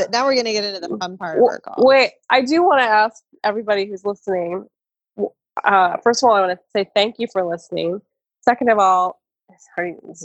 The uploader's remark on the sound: We chat via Zoom from the safety of our own homes in Seattle, the first hotzone of Covid 19 in the US.